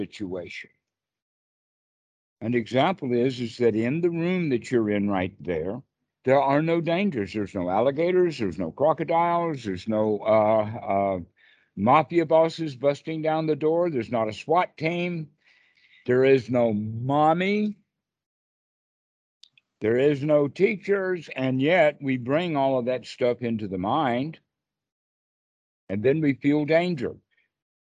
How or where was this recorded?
video call